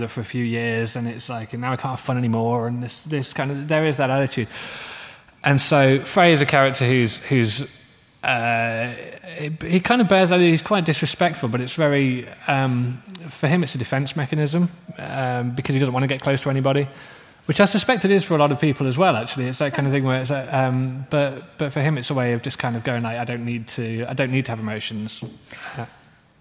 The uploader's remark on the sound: Guest of honour interview. At Swecon 2014 – the Steampunk festival in Gävle, Sweden.